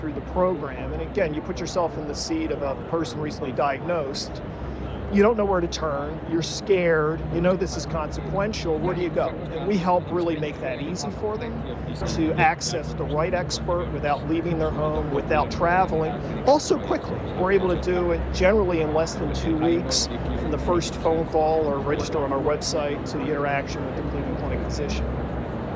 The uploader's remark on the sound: It’s an Interview in Action live from HLTH.